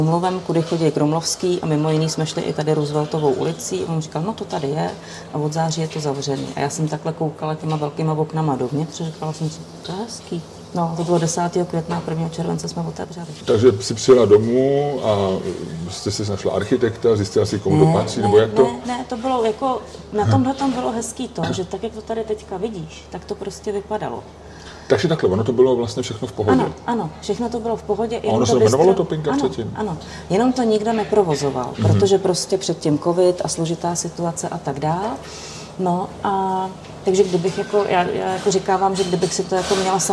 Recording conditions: busy venue